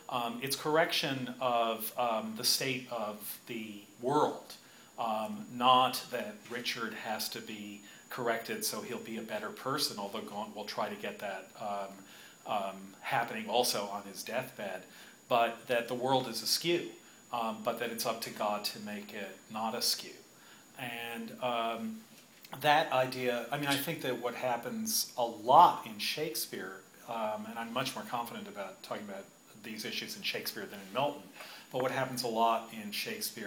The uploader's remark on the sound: A minute or two at the beginning and end are just crowd walla: couldn't get GarageBand to cut those snippets off. A talk at UCLA during the February vacation.